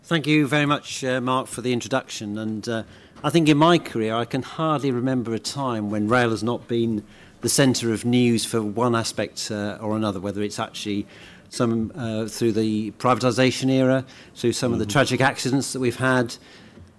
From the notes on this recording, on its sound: This is an audio version of the panel held by the Institute of Economic Affairs at Conservative Party Conference in 2023 on the future of rail.